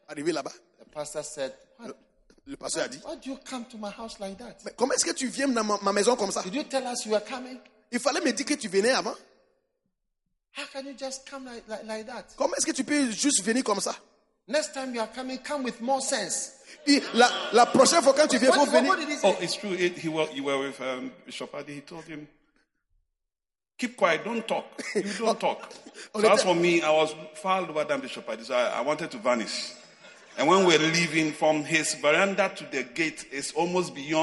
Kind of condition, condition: setting, live audience